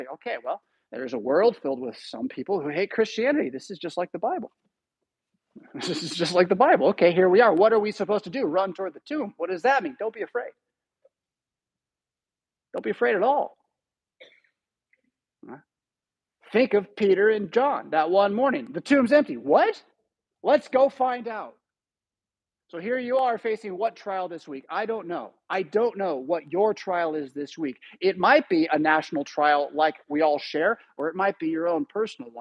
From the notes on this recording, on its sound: Preached at St Paul Lutheran Church , Rockford, Illinois on Sunday April 16, 2023.